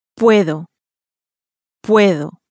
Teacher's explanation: It ends in a vowel, and so it receives its stress on the next to last syllable.